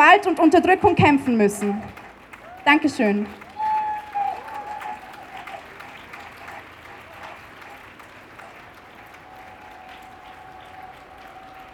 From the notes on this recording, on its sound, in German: Kundgebung in Wien am 15. Mai 2021. Auf der Demonstration kam es zu massiven antisemitischen Sprechchören.